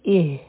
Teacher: اوله به مونږ د همزه الوصل د لاندې کسره ولګو، ها به یوځی شي نو دا به شي اه، او دا ها د حلق د هغې حصې نه ادا کیږي کوم چې سینې ته نږدې دی